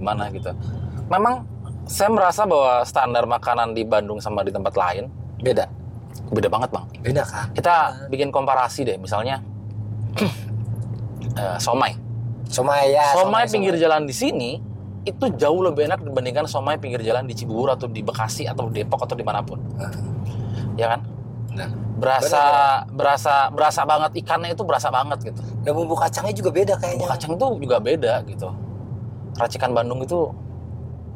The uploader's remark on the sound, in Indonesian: Ini kita rekam di dalam mobil ya pak, jadi suaranya agak kurang